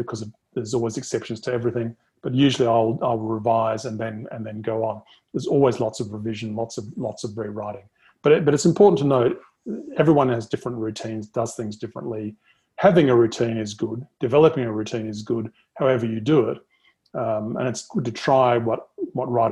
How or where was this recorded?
video call